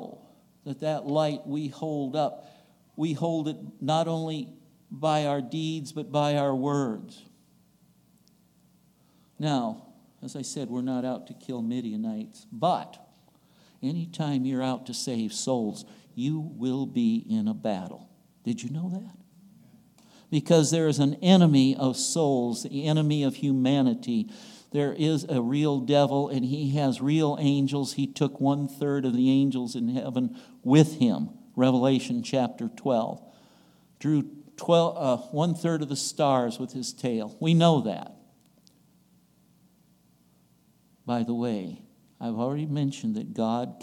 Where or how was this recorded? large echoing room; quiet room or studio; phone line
large echoing room